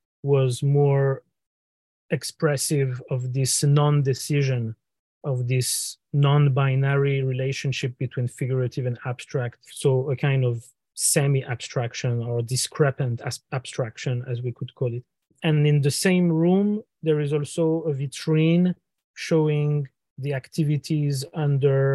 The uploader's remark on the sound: This episode was recorded via Zoom on the 19th of June, 2023 by the Centre d'Études Maghrébines à Tunis ( CEMAT )